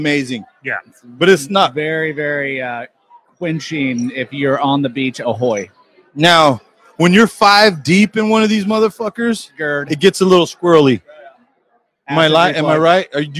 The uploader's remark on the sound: We were live at City Barrel